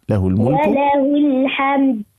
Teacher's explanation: لابد من بيان القلقلة في الدال